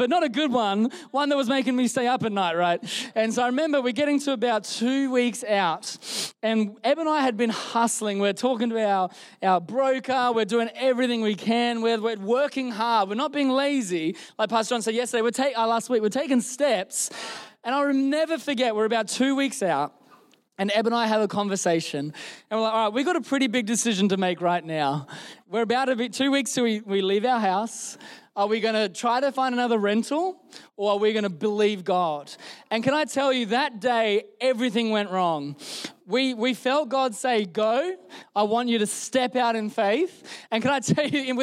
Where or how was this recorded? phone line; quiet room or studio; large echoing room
large echoing room